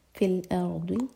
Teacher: را ساکن کو ہیوی اور ضاد زبان کے سائڈ سے